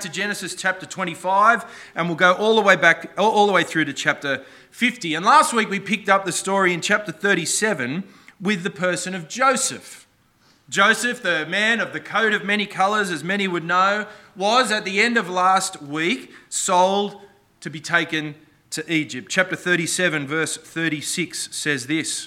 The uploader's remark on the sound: This sermon was preached on the 21st May 2023 at all services of Helensburgh and Stanwell Park Anglican Church.